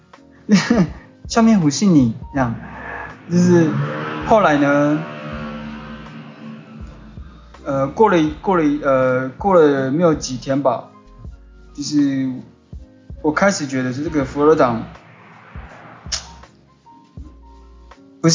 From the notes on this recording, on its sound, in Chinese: 在洗車場旁：錄音環境問題。今天講講一下自己的錄音狀況。